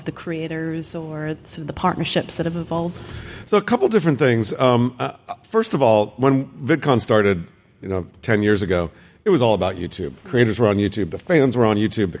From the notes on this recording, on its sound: This episode was recorded live at VidCon London.